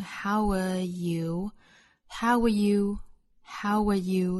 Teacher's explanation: 我们也可以把 are 这个词做虚词的弱读，读成 How are you?